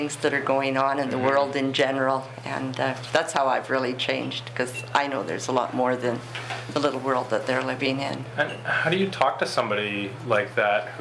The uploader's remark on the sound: At the 50th Anniversary event at UBC. This podcast was recorded during CUSO-VSO's 50th Anniversary Kick-off celebrations in Vancouver, BC.